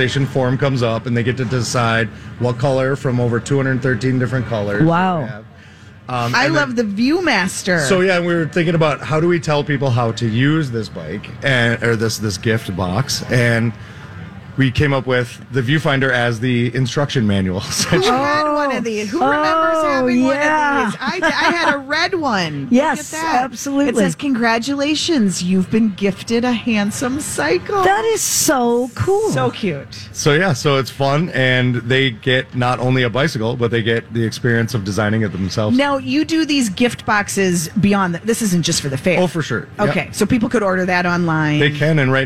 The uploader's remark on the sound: State Fair Saturday. Live at the MN State Fair.